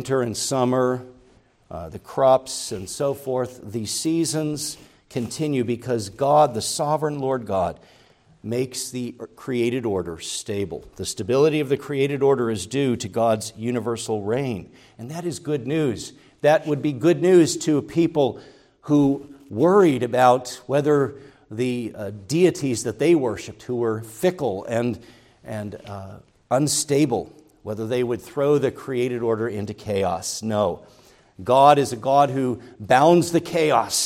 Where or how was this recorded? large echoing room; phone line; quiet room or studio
large echoing room